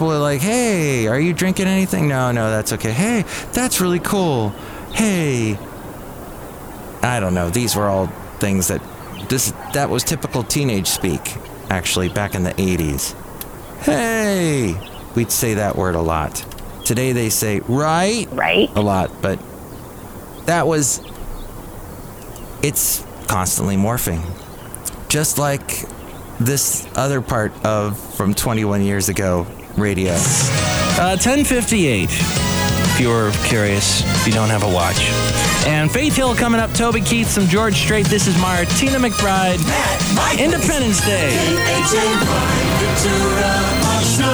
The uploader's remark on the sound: podcasts live from Café Anyway